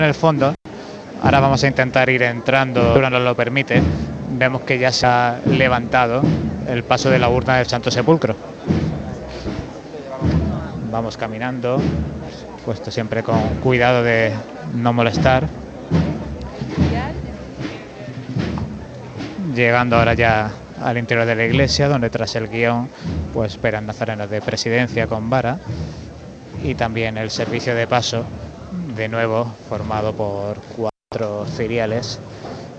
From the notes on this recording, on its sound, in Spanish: Retransmisión en directo del Viernes Santo en Jaén en el año 2023